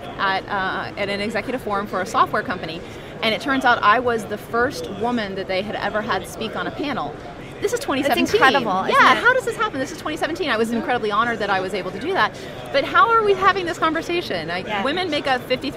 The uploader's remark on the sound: Live from #HiMSS17